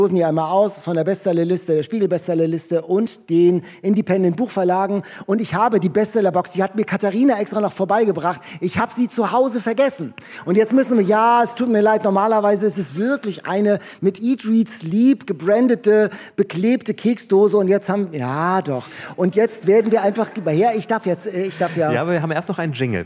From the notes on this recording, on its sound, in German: Spaß mit dem Live-Publikum in der Empore in Buchholz